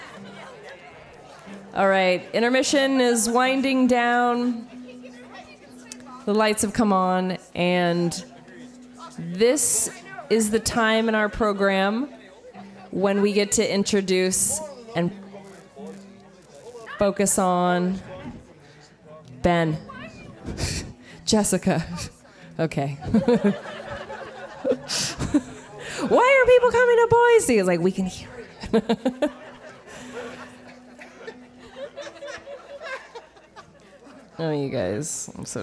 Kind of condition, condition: setting, live audience